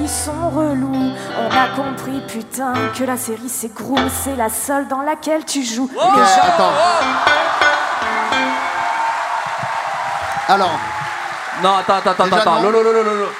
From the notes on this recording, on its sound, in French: En Public au Bataclan.